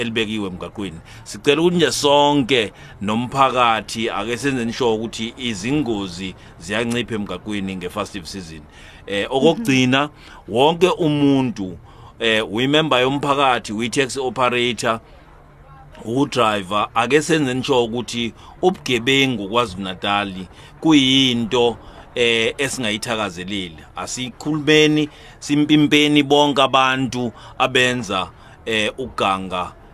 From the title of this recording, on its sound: interviewed at the festive season launch in durban